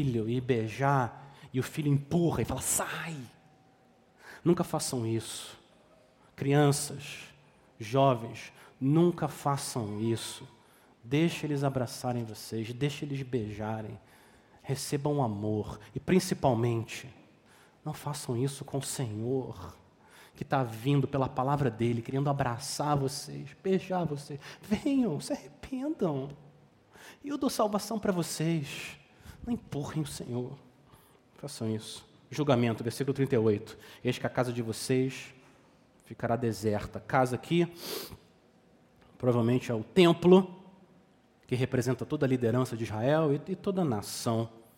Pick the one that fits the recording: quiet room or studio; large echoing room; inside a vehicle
large echoing room